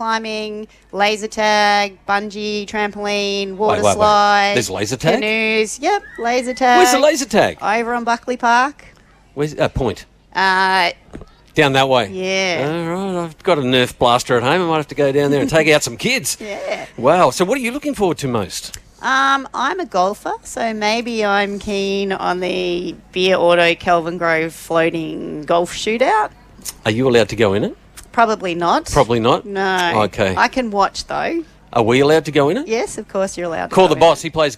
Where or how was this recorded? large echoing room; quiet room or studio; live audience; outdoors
outdoors